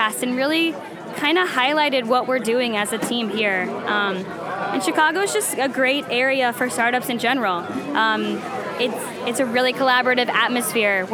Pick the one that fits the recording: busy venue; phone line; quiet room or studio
busy venue